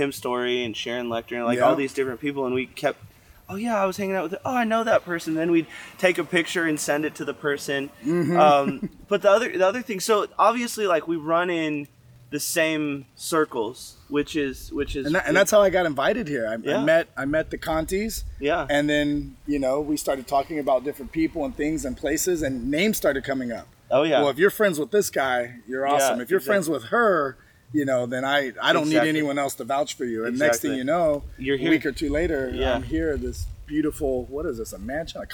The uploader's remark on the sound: Today we are coming to you from the Dominican Republic. During a trip with Page Events, we stopped by the ocean to record a new episode.